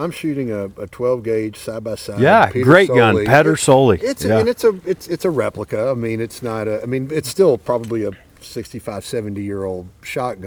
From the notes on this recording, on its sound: We are recording a podcast in Bayou Meto Wildlife Management Area on a special duck hunt.